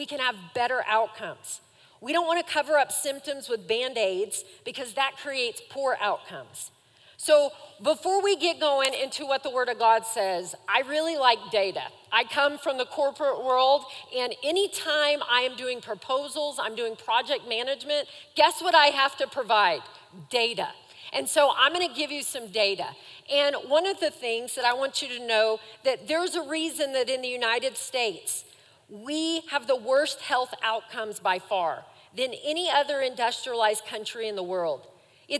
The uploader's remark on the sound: Recorded live during our Wednesday night service